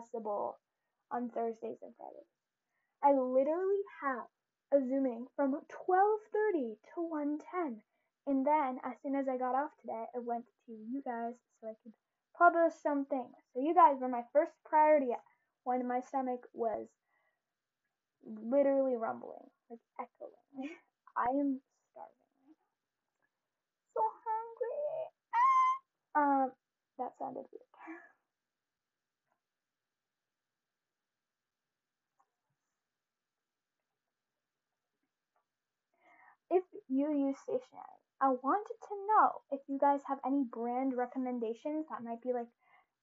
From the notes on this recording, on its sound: You will most likely hear a lot of background noise due to the mix I’m using today! I realized that the audio for today’s episode was pretty horrible!